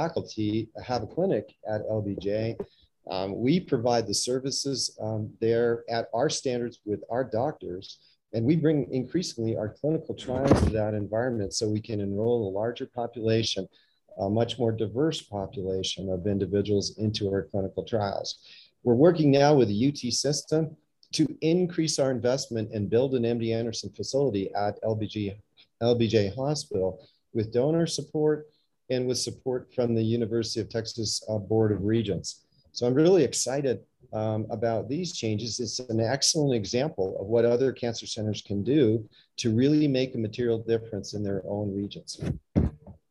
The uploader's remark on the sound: a two hour Zoom session